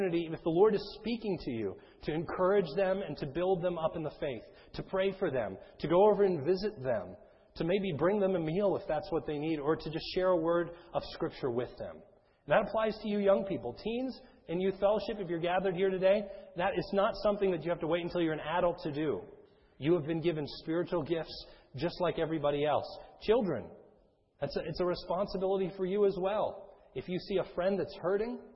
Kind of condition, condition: setting, large echoing room